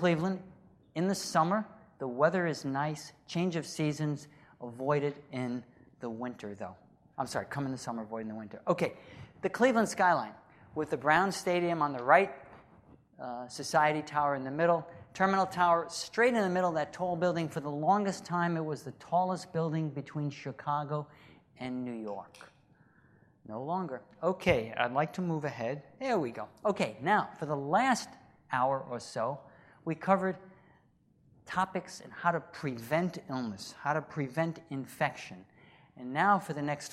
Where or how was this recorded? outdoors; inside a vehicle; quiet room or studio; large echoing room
large echoing room